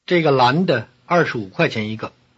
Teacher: the word for one, 一个, is stressed here with a falling tone on the second syllable